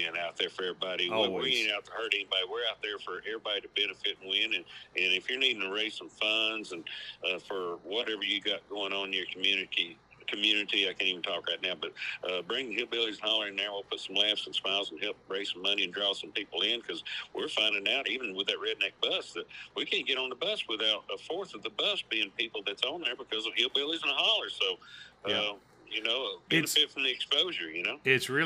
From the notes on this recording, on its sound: on the phone for this weeks episode